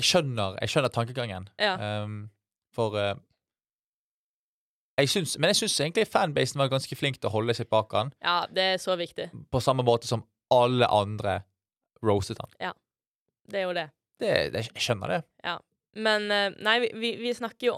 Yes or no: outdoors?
no